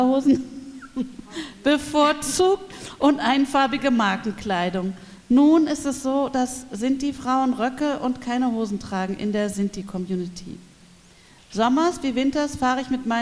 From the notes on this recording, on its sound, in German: Mitschnitt der Veranstaltung. In der Aula der Gertrud-Luckner-Gewerbeschule.